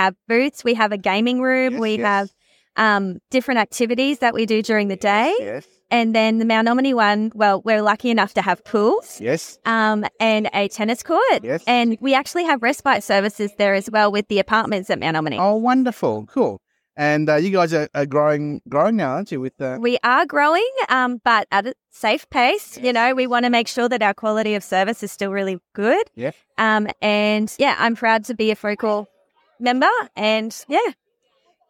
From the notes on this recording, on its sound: Was recorded live at the event. Brisbane Care Expo (Sep 2022). Speaks with a few different exhibitors.